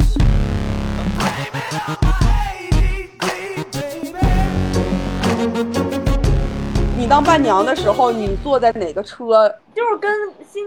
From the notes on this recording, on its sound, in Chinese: 本期节目因主播第一次使用其它软件录制，导致声音效果不佳